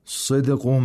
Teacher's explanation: this sad in the word صِدْقُهُمْ has the lowest level of tafkhim because it has a kasra. صدقهم، and the qaf has a moderate level of tafkhim because it has a dhamma.